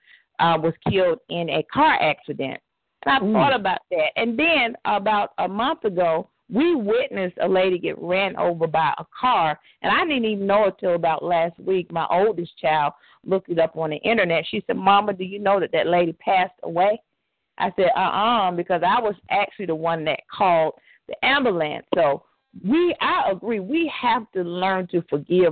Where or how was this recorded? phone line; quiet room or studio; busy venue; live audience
phone line